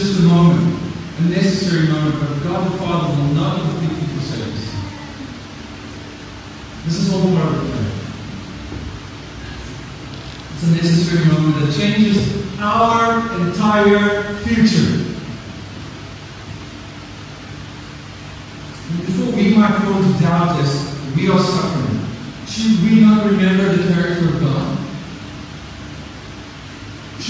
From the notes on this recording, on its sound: Apologies for the poor recording.